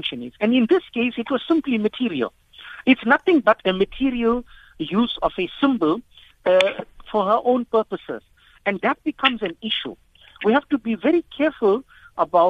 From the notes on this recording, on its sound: Guest on the phone